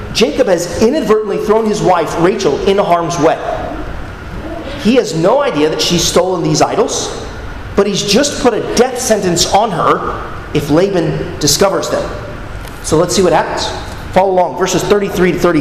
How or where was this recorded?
large echoing room